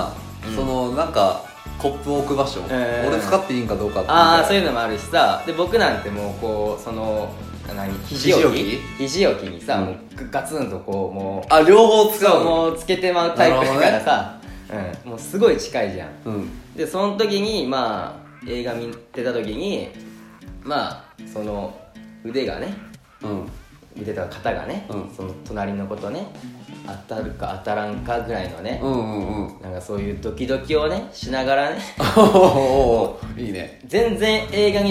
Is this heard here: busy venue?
no